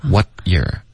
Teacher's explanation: what 的结尾呢要有一个干脆的停顿，你要动舌尖，舌尖顶上颚